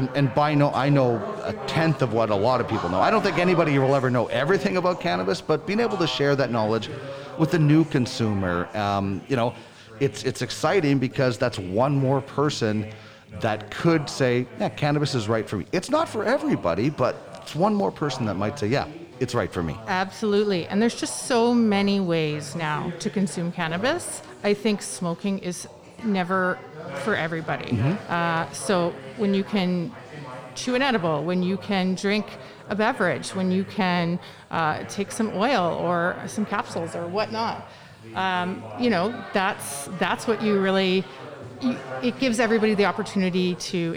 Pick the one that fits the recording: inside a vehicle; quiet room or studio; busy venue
busy venue